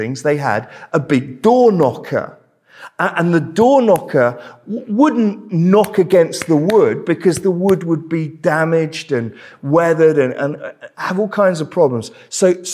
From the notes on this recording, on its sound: This sermon was preached at Welcome Baptist Church on Sunday 21st May 2023